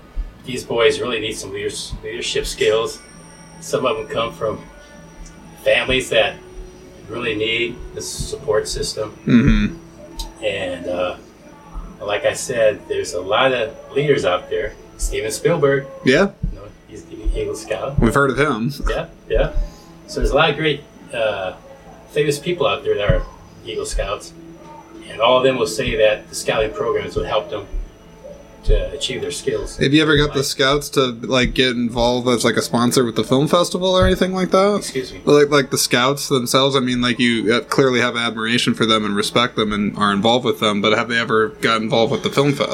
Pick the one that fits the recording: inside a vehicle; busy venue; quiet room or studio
busy venue